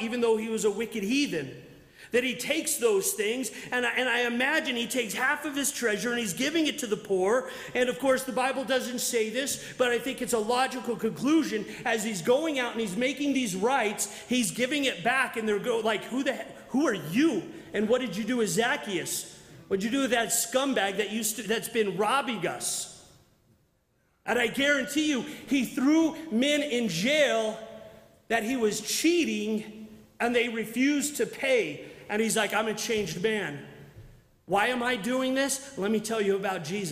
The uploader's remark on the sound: from the 2022 Southwest Men's Conference